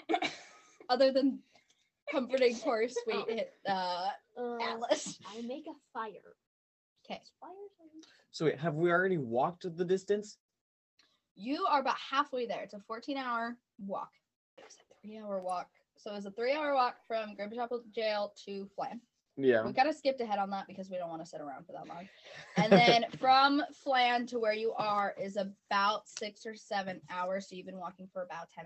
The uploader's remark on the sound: Once again, we had to record differently. The audio quality, once more, isn't as great as I would like it to be.